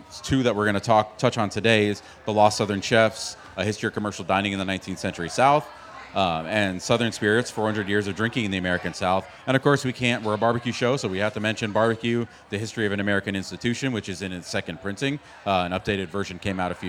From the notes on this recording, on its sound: We were elated to once again sit down at the Charleston Wine and Food Festival.